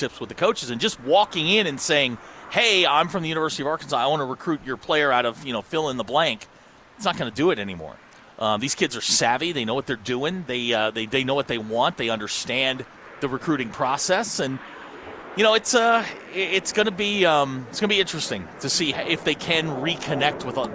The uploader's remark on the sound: The guys are live at Gellco Outdoors in Fort Smith